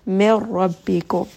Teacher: So there is no hint of that nun. You just merge it together with the ra. Ra is going to be heavy. · Term: idgham